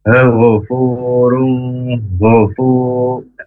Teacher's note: huruf ghain makhrajnya dari tenggorokan yang paling atas